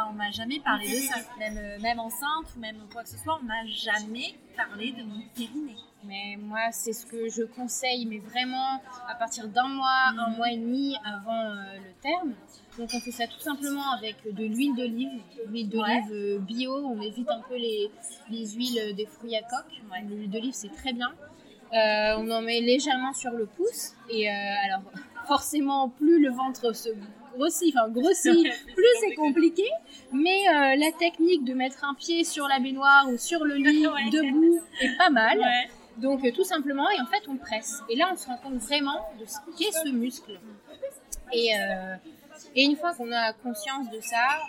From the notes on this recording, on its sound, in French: Petit mea culpa pour la qualité du son de cet épisode, qui n’est vraiment pas terrible. Les conditions d’enregistrement n’étaient pas optimales.